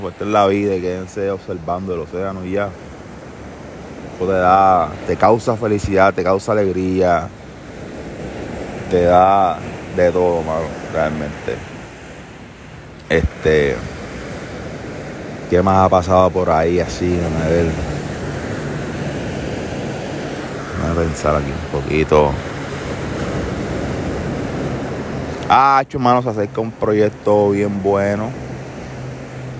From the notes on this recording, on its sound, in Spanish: Mientras corría por la playa se me ocurrió la magnífica idea de hacer un podcast con ese bello sonido d las olas de fondo.